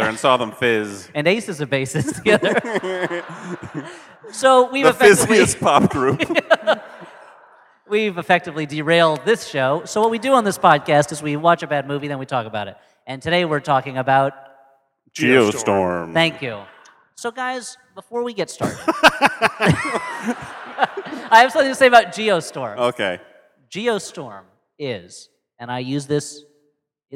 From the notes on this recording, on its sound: Geostorm LIVE. We bring you this second live episode, straight from the Historic Sixth & I Synagogue in Washington, D.C.